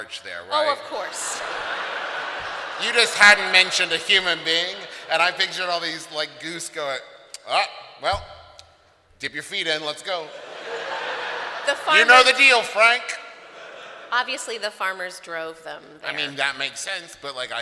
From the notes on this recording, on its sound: This episode all about VICTORIAN CHRISTMAS was recorded live at this year's Candlenights live show!